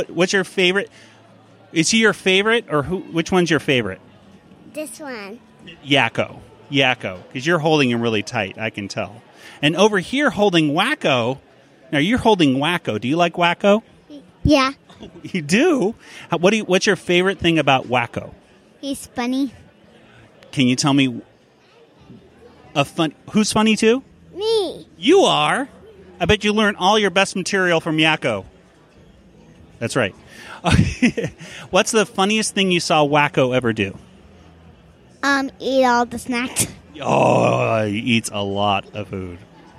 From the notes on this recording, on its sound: Animaniacs in Concert- San Diego 2019. Some interviews with fans of Animaniacs.